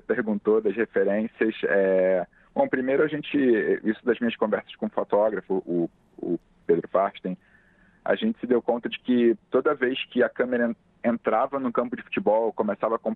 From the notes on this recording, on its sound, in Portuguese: Conversamos por telefone com o diretor. Recebemos no estúdio o diretor.